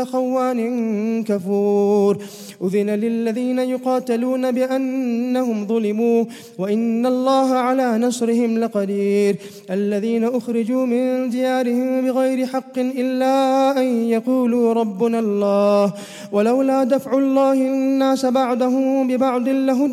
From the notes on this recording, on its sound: 16th Night Taraweeh 2018/1439 at the Houghton Masjid (West Street), Johannesburg, South Africa Ramadan 2018